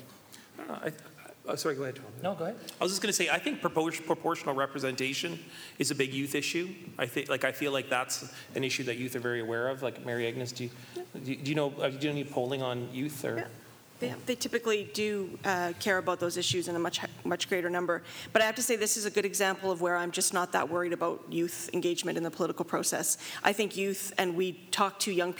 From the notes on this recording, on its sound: Live at the WAG. The Winnipeg Free Press put on a live event for subscribers at the Winnipeg Art Gallery. The group also takes audience questions.